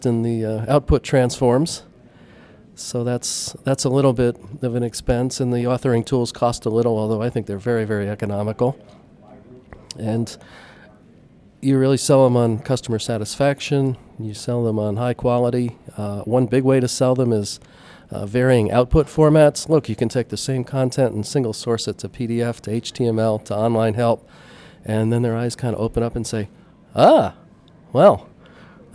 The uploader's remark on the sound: talk with attendees at the CMS/DITA North America conference